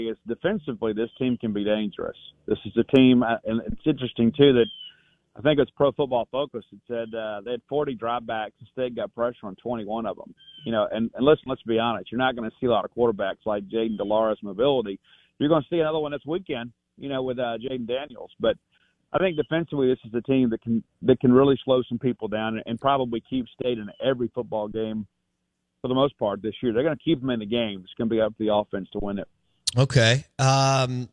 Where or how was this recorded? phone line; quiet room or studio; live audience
phone line